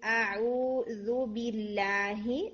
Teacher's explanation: حمزہ کی ساؤنڈ بھی آپ نے نا یعنی اے کی طرف نہیں لے کر جانی، اعوذ نہیں، اعوذ باللہ.